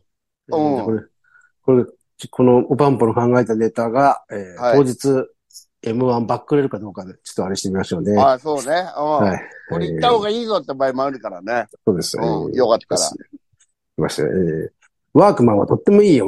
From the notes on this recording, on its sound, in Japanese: ZOOMで収録。